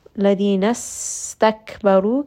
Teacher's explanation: Seen has safir, meaning it has a little bit of that whistle.